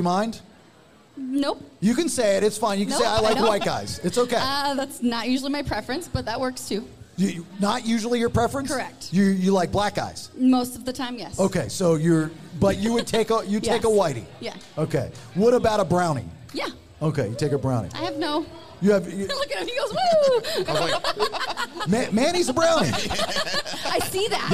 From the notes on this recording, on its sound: We air our live podcast recording from Podcasts and Pours 2: Hallowversary event from Tannery Row in Buford, GA! We talk to some listeners, analyze costumes.